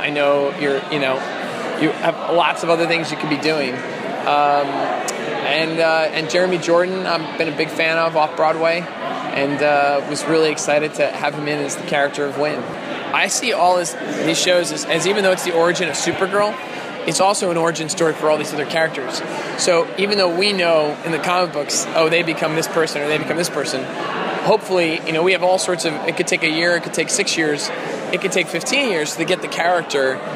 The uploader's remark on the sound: Taped at San Diego Comic Con.